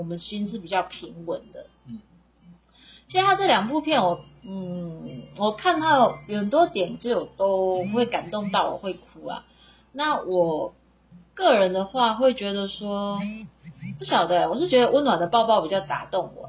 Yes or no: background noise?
yes